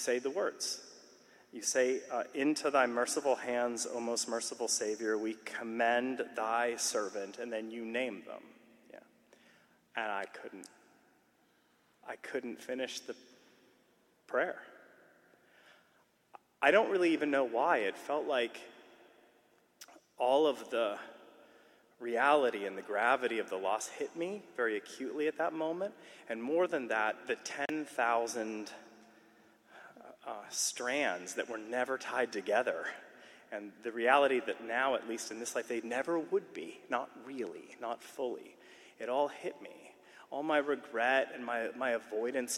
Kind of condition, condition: setting, live audience